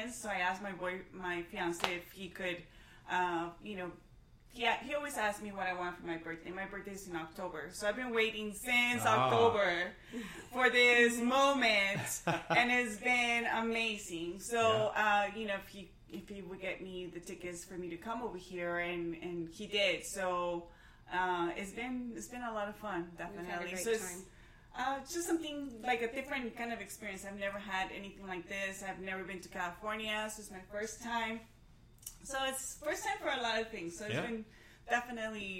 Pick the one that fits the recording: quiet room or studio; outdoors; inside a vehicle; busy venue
busy venue